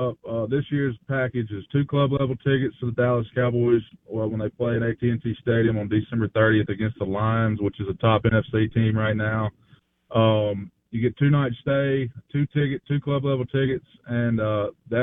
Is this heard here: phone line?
yes